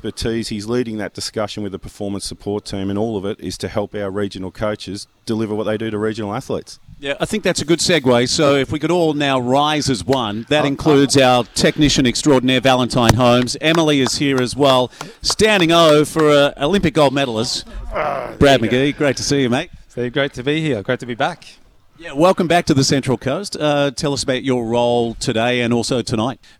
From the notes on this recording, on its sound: are live from the regional academies of sport coaches conference